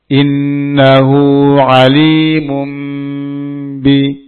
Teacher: Cara melafadkannya sama dengan qalab. Sama dengan qalab atau iqlab. Yaitu merapatkan bibir atas dan bawah. Innahu alimum bi dengan dengung. · Term: ikhfa syafawi